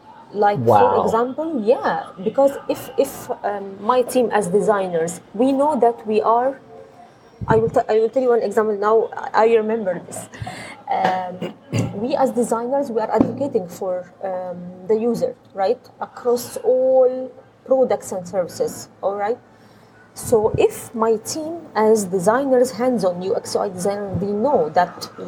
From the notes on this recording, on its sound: Recorded in a quaint coffee shop in Dubai.